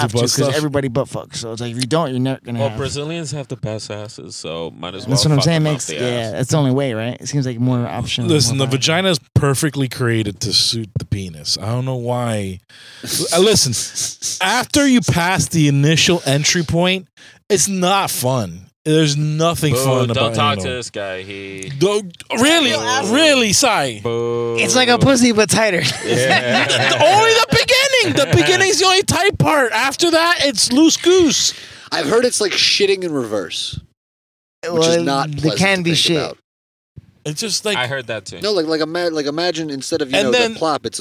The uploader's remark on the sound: On this episode, we are in the car